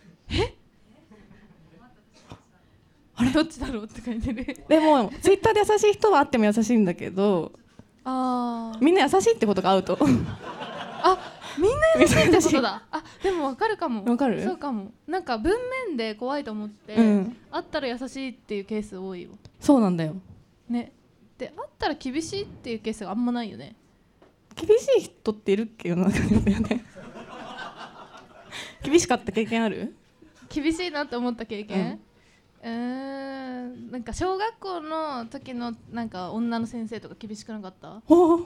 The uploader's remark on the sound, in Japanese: 公開収録